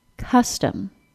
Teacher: The word custom has two syllables, the first one stressed and the second one reduced. · IPA: /ˈkʌs təm/